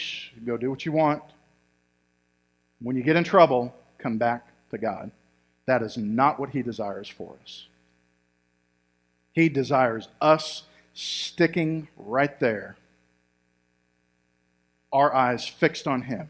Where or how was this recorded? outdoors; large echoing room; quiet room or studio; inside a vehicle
large echoing room